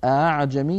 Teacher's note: أما هذه في سورة فصلت أعجمي فيقرأها بتسهيل الهمزة الثانية لا بتحقيقها